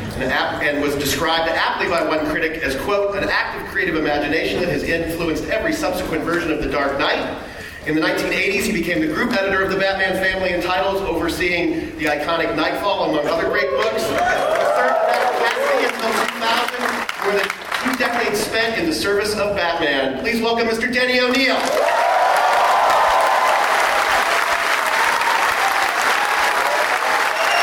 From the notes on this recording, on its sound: Batman 75 panel SDCC 2014. Recorded at San Diego Comic Con 2014.